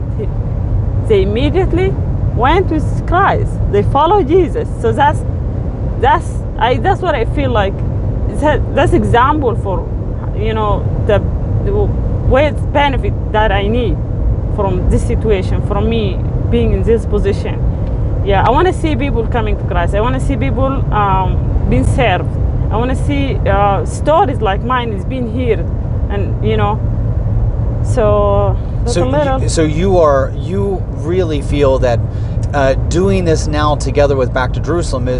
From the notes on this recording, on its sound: While driving between locations